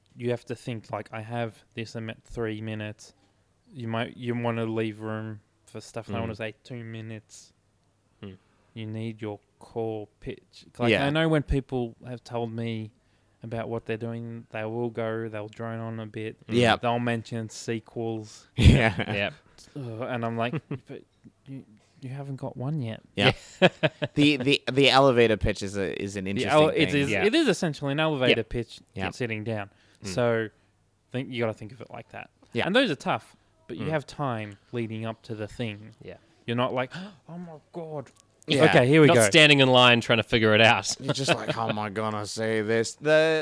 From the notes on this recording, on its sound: Recorded live at the Brunswick Street Bookstore.